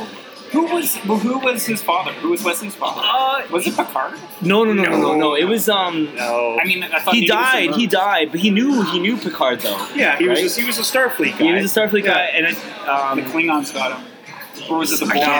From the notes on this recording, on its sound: We recorded the episode from one of Midtown's finest watering holes Arabella Park!